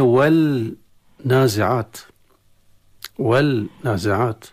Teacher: والنون المشددة كما يعلم الجميع حكمها الغنة بمقدار حركتين، والغنة تتولد في الخيشوم، وهو صوت يشبه بصوت الغزال إذا ضاع ولدها.